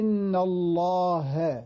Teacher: إن الله، اللام مفخمة والهاء مرققة مفتوحة.